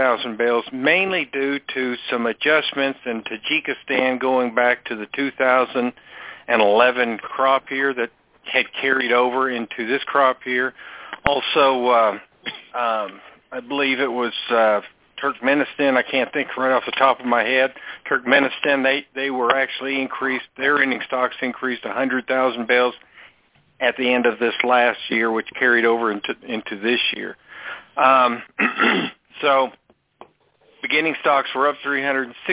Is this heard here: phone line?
yes